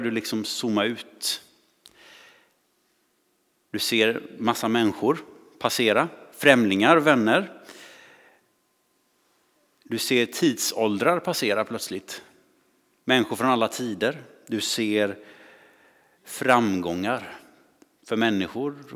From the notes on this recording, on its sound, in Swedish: Inspelning från Immanuelskyrkan Skövde.